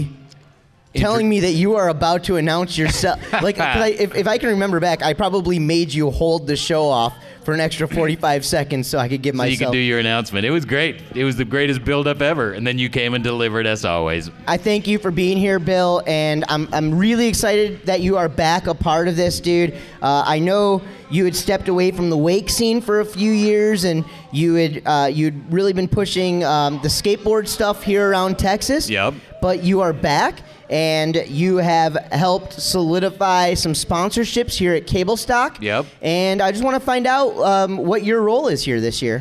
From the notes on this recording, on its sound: Live at TSR Cablestock 2017. Comes to you from the Texas Ski Ranch and the 2017 TSR Cablestock. Records in front of a live crowd during the annual Charity Casino Night Event.